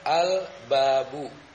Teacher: dia tidak berada di lidah, maka tidak diidghamkan, tapi dibaca dengan idhar, lamnya jelas ya.